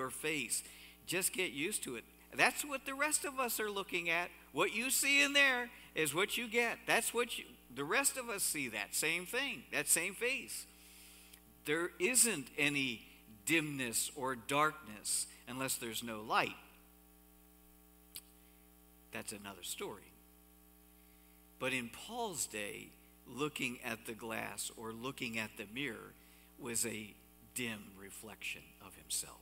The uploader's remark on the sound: Cornerstone Fellowship Sunday morning service, streamed live on March 7, 2021, Wormleysburg, PA.